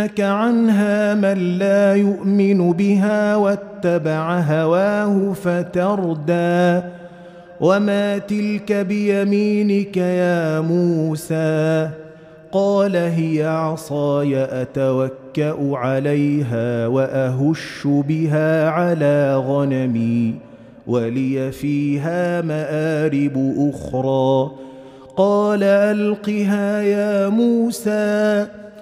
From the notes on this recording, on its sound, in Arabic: مسجل من صلاة التراويح بمسجد السلام بحي مشرفة بجدة.